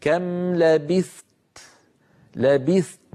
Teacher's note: لاحظوا لما وقفت على كم لبثت، قال كم لبثت، هذه الكلمة بحاجة إلى تأني، لأنني عندما وقفت عليها سكنت التاء وقبلها ثاء ساكنة، فاجتمع في النطق حرفان ثاء ساكنة وتاء. الثاء لابد من بيانها بإعطائها حقها من الهمس والزمن اللي هو الرخاوة يعني، ثم أنتقل إلى تاء شديدة مهموسة، آتي بشدتها أولا ثم أتبع ذلك بالهمس، هكذا كم لبثت لبثت، فأحبس صوتها قليلا ثم أطلق النفس كم لبثت، فانتبهوا إلى ذلك.